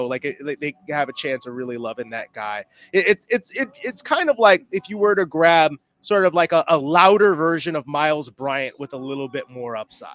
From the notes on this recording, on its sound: LIVE from the East-West Shrine Bowl in Frisco, Texas.